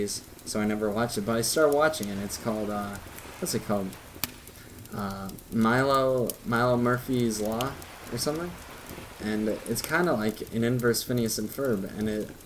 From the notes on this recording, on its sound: all with wave noises and campfire sounds play in the background